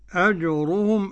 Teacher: الجيم معطشة ساكنة والقلقلة جهة الفتح